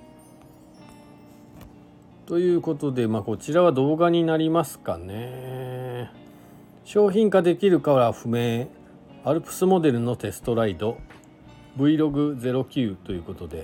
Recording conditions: inside a vehicle